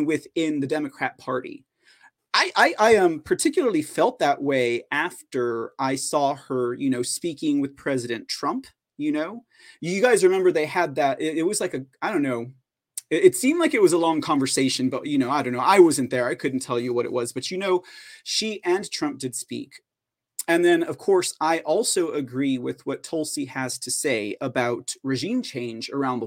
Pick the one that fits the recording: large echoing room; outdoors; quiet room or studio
quiet room or studio